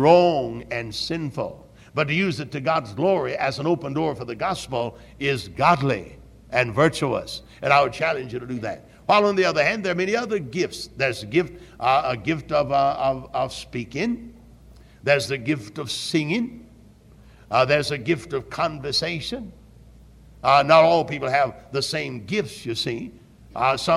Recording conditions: large echoing room